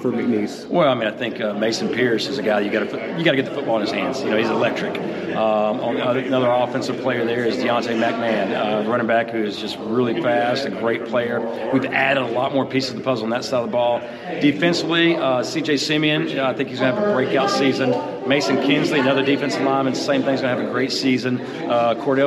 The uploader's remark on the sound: The Bluebloods are live at the Southland Conference Media Day!